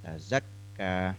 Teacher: Tertahan kuatnya huruf kaf ini itu memang satu pertanda dari bahwa huruf kaf itu huruf syiddah, huruf yang kuat tertahan.